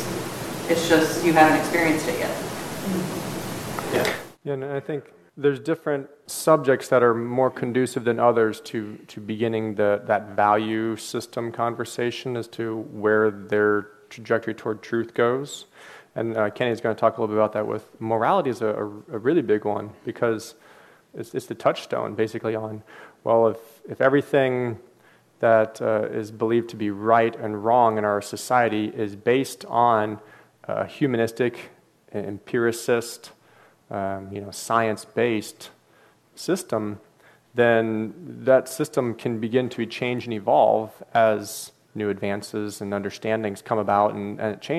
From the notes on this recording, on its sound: The apologetics conference held in Paduc ah, KY last June. The apologetics conference held in Paduc ah, KY last June. I also included the questions and comments, which went for another half hour.